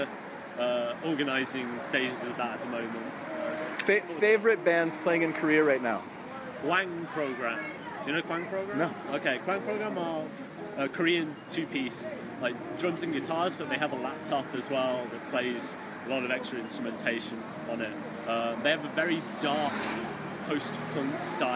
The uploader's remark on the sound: Live music recording from their performance at Itaewon's Thunderhorse Tavern